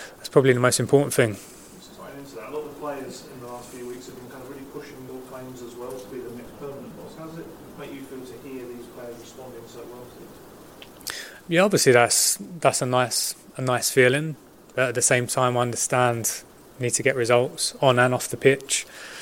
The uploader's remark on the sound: PRESS CONFERENCE